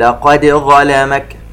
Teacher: حفص له إظهار هذه الدال عند الظاء، يجب أن ننتبه إلى إظهار هذه الدال وقلقلتها. · Term: قلقلة الدال